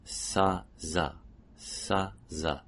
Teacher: Similarly, sa and za tend to be made with the tongue tip down.